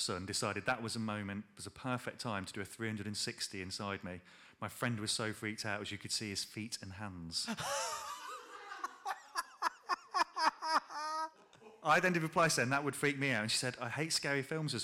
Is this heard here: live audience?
yes